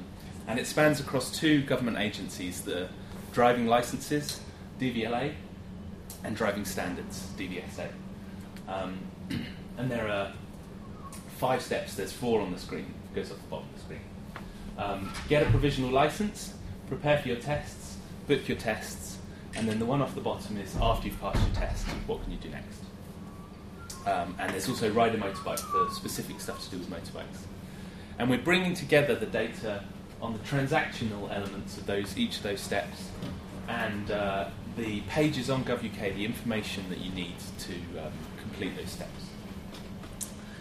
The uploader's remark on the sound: Friday lunchtime lecture.